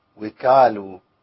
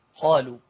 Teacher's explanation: المفروض إن احنا نبين القاف ونخلص منها اللام · Shown in: second take